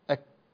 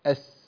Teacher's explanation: أك حرف شديد زمن قصير، أس حرف رخو زمن طويل